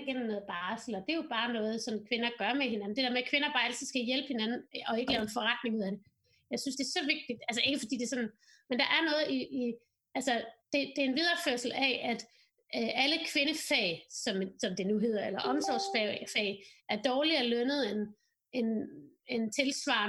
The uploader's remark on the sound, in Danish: Så lyden fra vores internetbaserede samtale er så lækker som mulig.